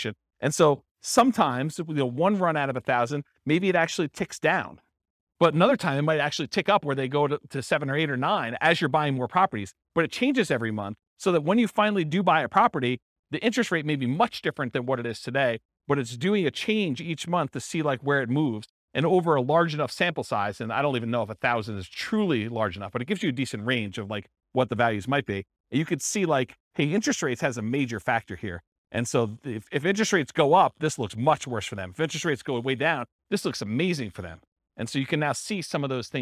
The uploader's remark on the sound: This was a live class recorded.